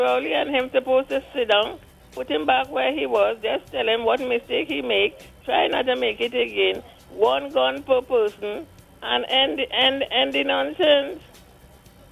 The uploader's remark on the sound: we take more calls from the audience